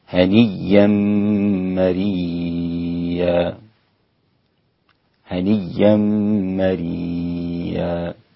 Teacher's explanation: كلمة مريئا يقف حمزة بالإدغام